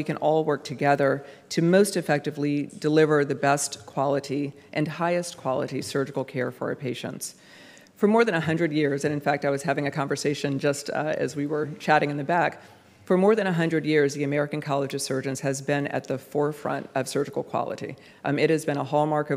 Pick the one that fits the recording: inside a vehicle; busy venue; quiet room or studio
busy venue